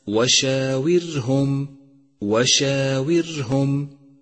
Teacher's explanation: ثالثا انتبه إلى ترقيق كلمة وشاورهم وشاورهم، مرققة بكامل حروفها، كل حروفها مرقق بما فيها الراء، فإياك والتفخيم في هذا الموضع.